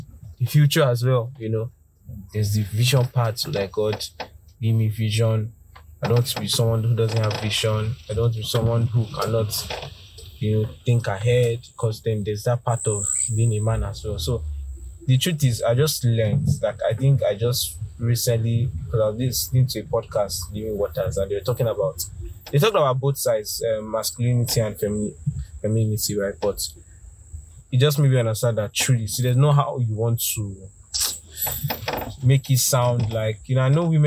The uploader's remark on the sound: A Conversation in the Car